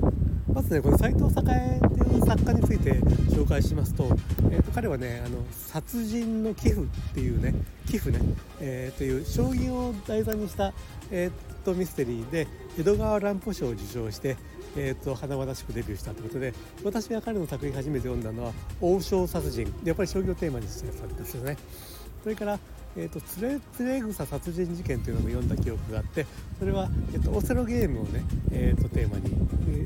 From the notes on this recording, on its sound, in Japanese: 屋外収録で音声聞きづらくてすみません。